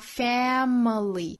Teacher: 会发成一个 a 的音 family，口型会更扁一些